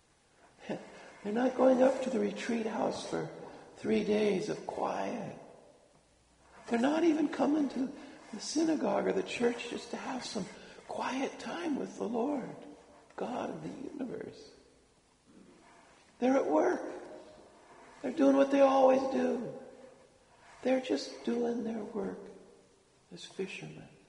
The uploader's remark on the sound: Homily delivered at Sacred Heart Church, Othello, WA. (Apologies again for the raspy voice!).